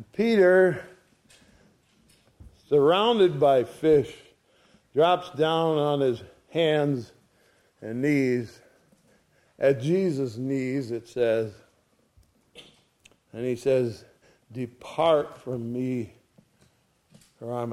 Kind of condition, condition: setting, large echoing room